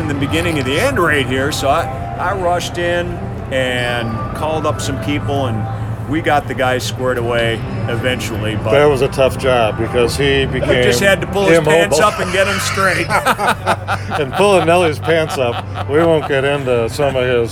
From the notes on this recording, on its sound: Recorded from Miller Park in Milwaukee